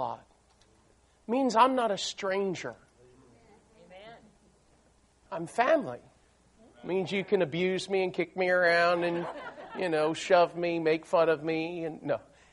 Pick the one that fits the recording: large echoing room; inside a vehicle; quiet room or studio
large echoing room